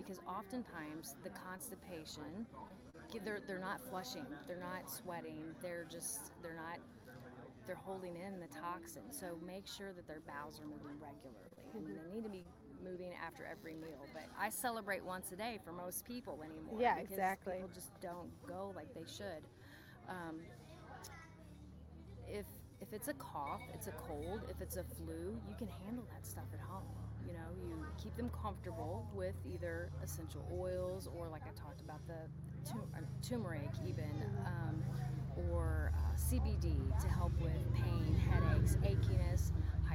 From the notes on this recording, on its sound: on location at Goody Farms in Joplin, MO